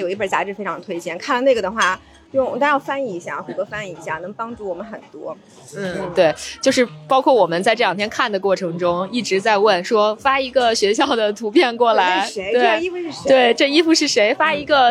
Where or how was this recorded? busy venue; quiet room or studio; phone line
busy venue